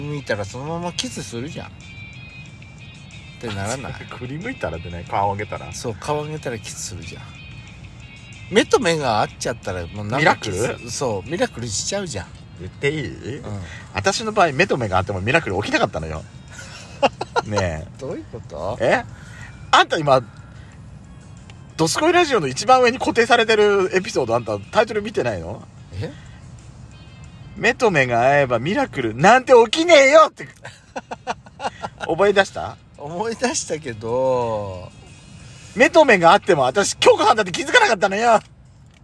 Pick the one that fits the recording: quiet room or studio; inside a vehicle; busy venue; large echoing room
inside a vehicle